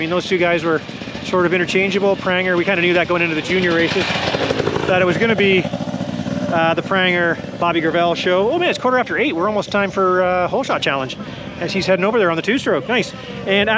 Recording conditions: outdoors